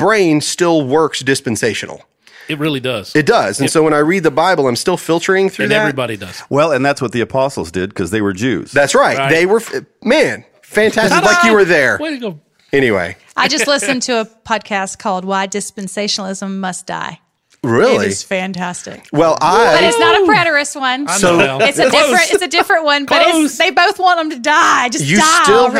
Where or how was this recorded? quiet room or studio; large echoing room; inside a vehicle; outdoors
quiet room or studio